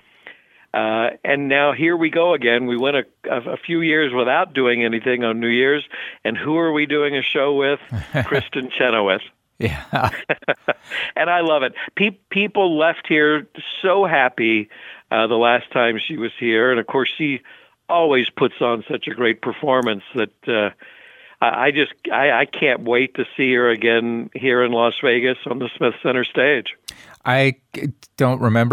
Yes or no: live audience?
no